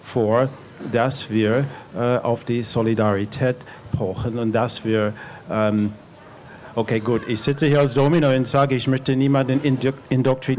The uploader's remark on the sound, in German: In einer Podiumsdiskussion auf dem veganen Sommerfest Berlin